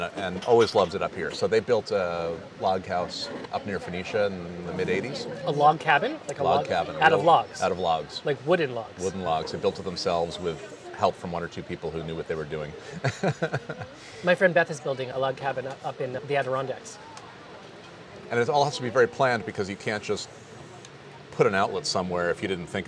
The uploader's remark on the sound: Recorded outside at Ole Savannah ’s in Kingston on the water.